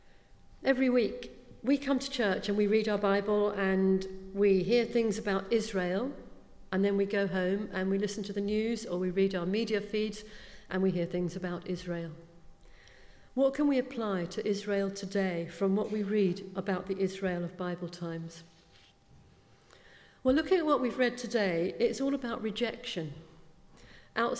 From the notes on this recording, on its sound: speaking at the 9:30 service